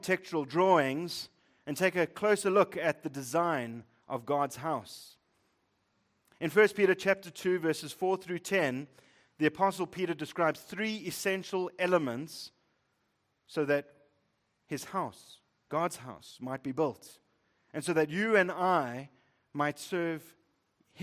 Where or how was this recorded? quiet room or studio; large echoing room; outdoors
large echoing room